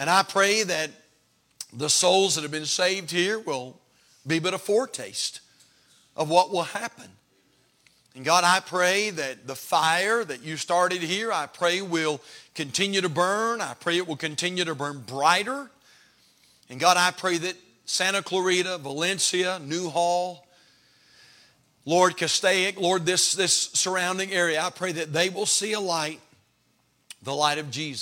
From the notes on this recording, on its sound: Haven Baptist Church Final Sermon